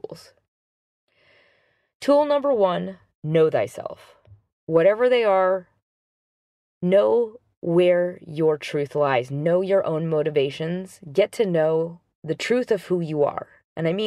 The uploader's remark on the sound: Apologies for the background sounds - I recorded this after work in the car so there are helicopters around me!